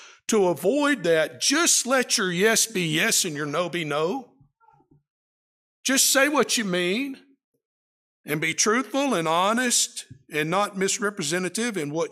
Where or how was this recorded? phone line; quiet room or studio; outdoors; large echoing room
large echoing room